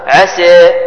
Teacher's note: تقليل يعني الميل من الفتحة نحو الكسرة، والنقر عسى، عسي، الفتحة عسى أما الكسرة عسي، بينهما عسى، هكذا نقلل هذا المد، نقلل حرف السين.